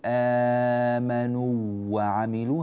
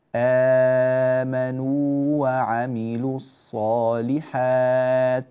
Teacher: الواو المادية في آمنوا أن تعطى قدرها من الزمن ولا تدغم في الواو التي تليها · Shown in: second take · لا نقول آمنوا وعملوا، هذا غير صحيح، ولا نقول أيضا آمنوا وعملوا فنقلل زمن الواو، آمنوا نو، لا نحتاج نو، حركتان كاملتان، ولا نزيد من باب يعني نخشى من خطأ فنقع في ضده، آمنوا وعملوا الصالحات، هكذا.